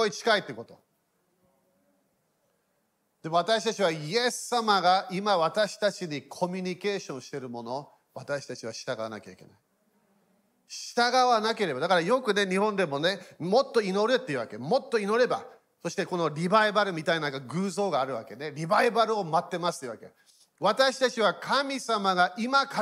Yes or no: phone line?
no